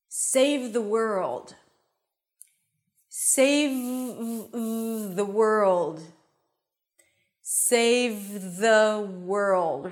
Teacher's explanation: We want to make sure that the bottom lip touches the top teeth, and then a TH sound, and then a W sound.